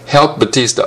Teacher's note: P も T もほとんど認識できないでしょ